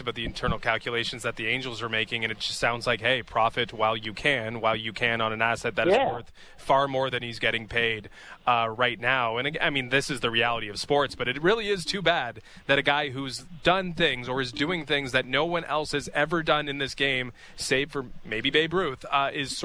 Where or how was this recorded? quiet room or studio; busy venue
busy venue